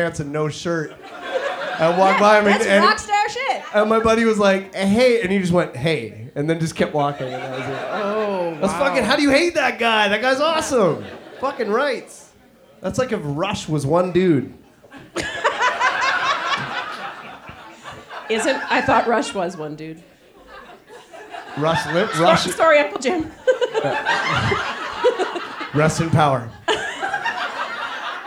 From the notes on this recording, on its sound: OUR FIRST LIVE SHOW! Live at The Mint in Victoria BC.